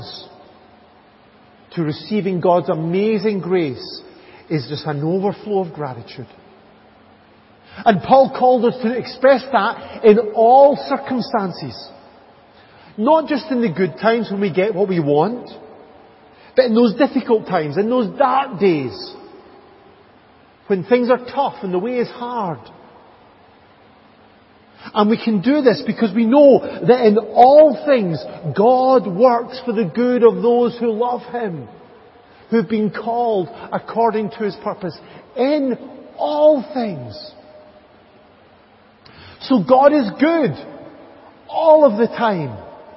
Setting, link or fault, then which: setting, large echoing room